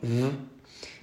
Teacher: en la letra V es un sonido labiodental para el que vais a utilizar vuestros dientes de arriba, ¿vale? Los paletos, sobre el labio de abajo.